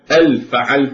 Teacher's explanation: فيبدل الهاء من هل إلى همز فيقول أل فعلت